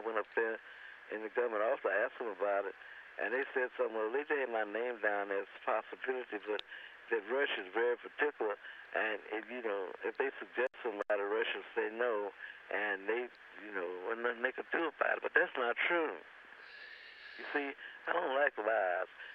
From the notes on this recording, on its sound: Phone call